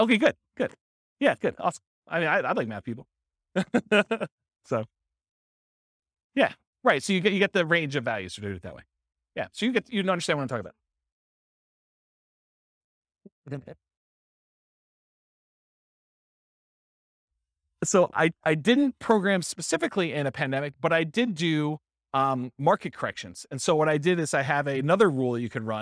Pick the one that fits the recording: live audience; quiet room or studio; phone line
live audience